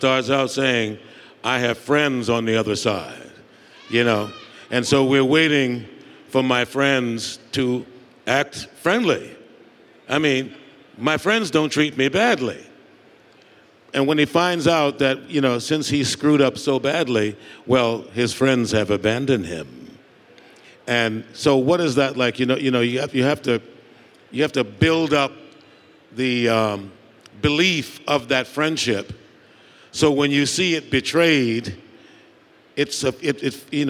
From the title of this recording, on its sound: Live from L.A. Comic Con